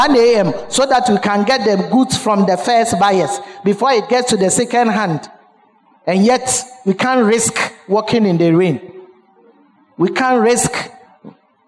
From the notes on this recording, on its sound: Sermon preached at CBC Adabraka Campus